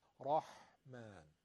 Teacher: حرف را رو درست بگید، حرف حا بغل دستش نازکه